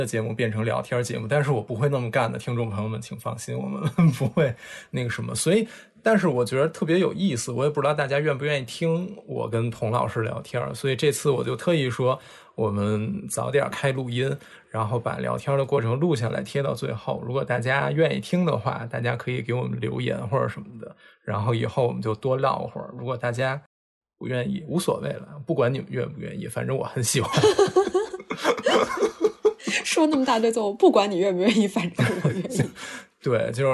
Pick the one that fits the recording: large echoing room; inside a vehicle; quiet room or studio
quiet room or studio